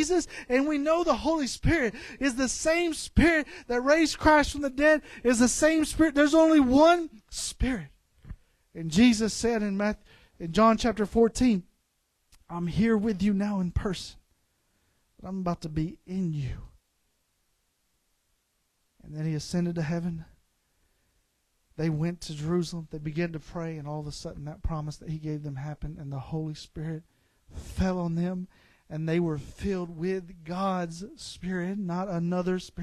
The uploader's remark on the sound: This episode contains the extracted audio from a service at River City Pentecostals.